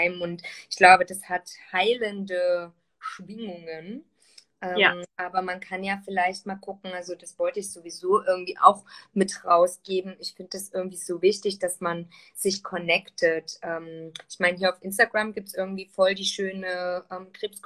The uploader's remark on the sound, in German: die ich auf live auf Instagram geführt habe